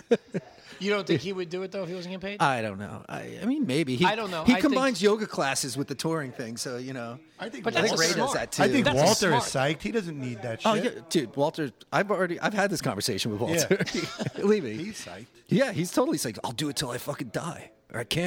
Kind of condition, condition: setting, busy venue